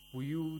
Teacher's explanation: again the noon has tashdeed, you have to apply gunna